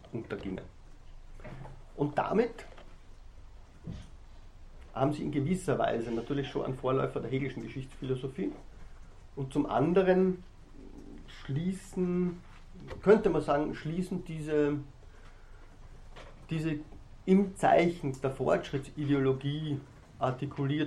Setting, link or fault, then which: setting, large echoing room